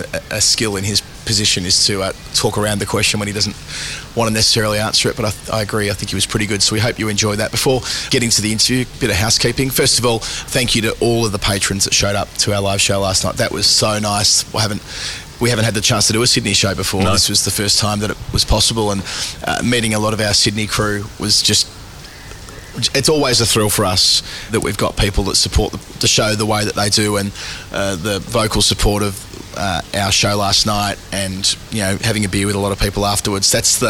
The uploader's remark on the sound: Recorded in the Ladies Stand at the SCG as summer rain fell the day after the Test.